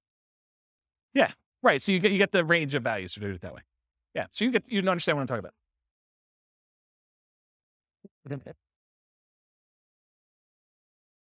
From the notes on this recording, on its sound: This was a live class recorded